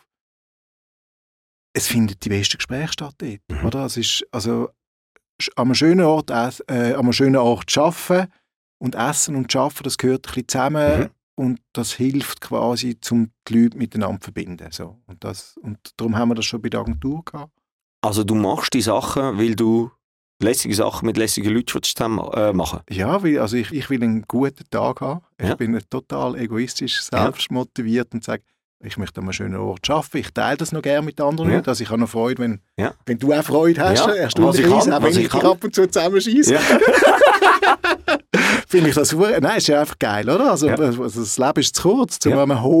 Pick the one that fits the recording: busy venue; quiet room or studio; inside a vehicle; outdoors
quiet room or studio